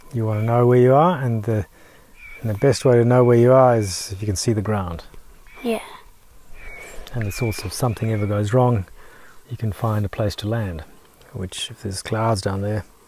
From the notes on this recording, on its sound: Flying out to Kachana Station. Sit down outside the homestead for a yarn.